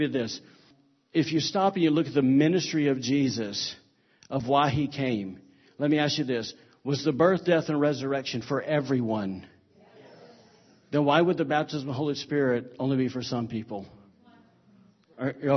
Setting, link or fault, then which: setting, large echoing room